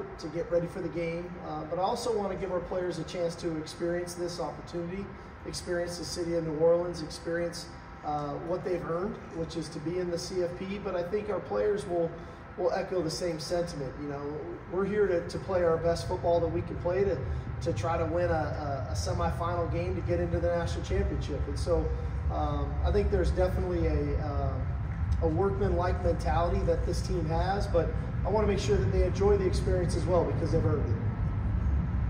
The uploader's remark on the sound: Arrival Press Conference in New Orleans for the Allstate Sugar Bowl.